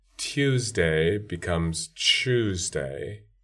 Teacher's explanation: that's really a fronting of the palatal approximant towards the alveolar ridge to make it post-alveolar · Term: yod coalescence